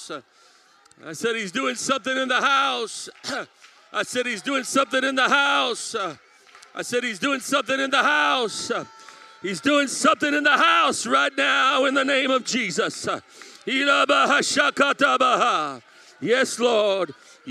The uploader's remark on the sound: as I preached in March 2023, at my home church in Harvey, IL